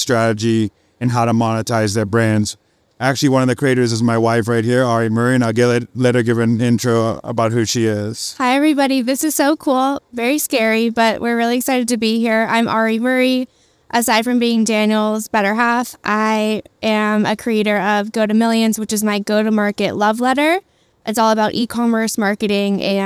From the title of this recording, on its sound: Live at SXSW